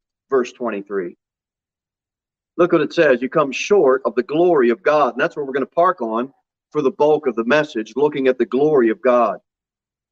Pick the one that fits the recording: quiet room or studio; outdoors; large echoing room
large echoing room